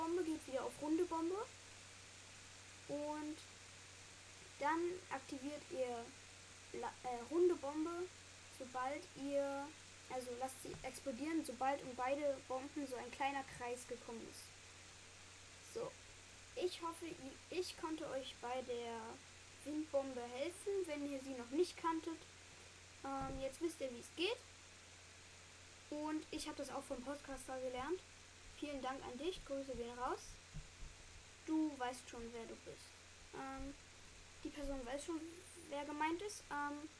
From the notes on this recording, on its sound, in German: sorry für das rauschen